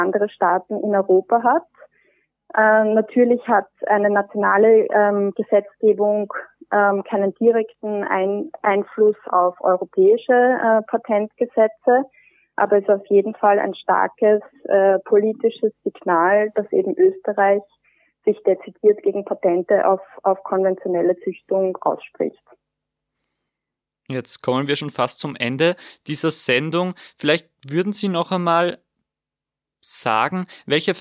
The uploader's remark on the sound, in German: Leider musste das Präsenzinterview verschoben werden – entschuldigt die unterdurchschnittliche Telefon-Audioqualität.